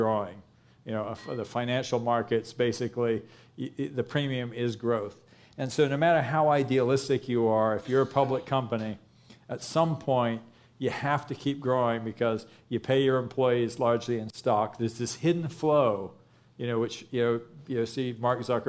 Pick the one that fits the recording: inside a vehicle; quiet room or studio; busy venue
busy venue